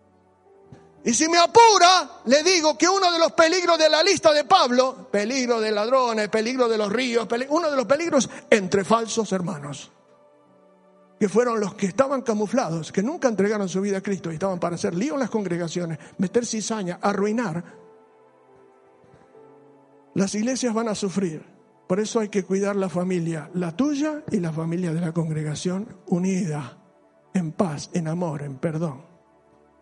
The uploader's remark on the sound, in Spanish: Sólo audio del domingo 26/7/15 en la Iglesia Bautista de Haedo.